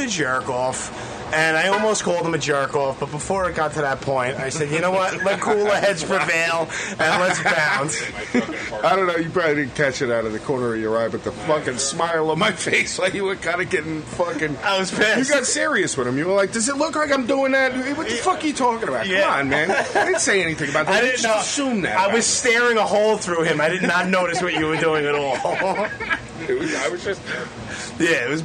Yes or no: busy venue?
yes